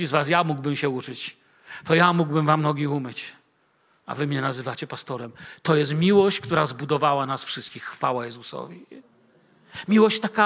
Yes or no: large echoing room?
yes